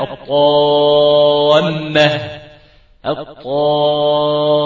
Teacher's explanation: لما أنا أقول كلمة الطامة تجد أن الألف المادية اللي بعد الطاء اتفخمت · Term: الألف المفخمة